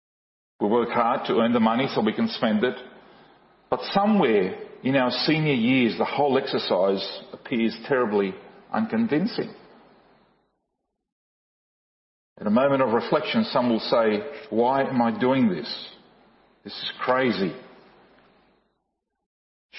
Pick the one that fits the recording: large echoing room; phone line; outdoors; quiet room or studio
large echoing room